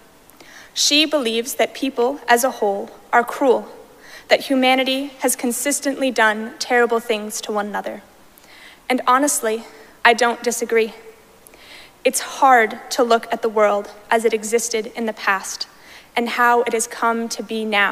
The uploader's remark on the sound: Recorded live at Arlington Street Church